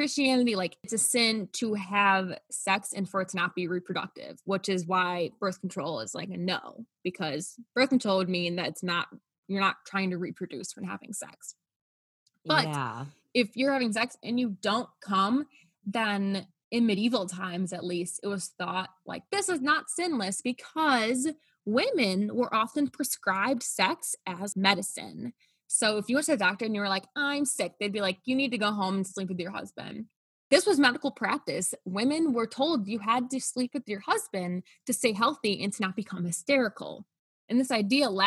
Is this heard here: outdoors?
no